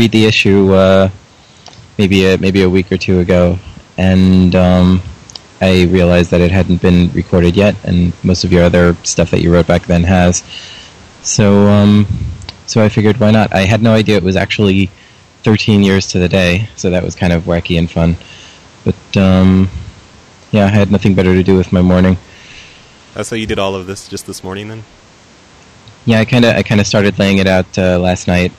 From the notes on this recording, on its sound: Prank Phone Calls